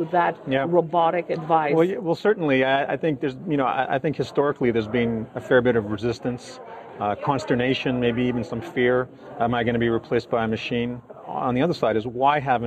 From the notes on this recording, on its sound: Chatted with us at the 2018 Mindpath CETFA ETF Conference.